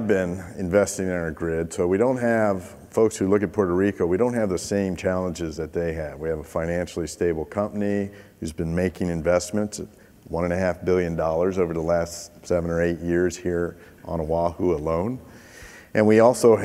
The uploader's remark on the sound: The best of live interviews from GreenBiz events.